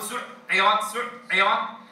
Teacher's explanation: العين بينية لا ينقطع فيها الصوت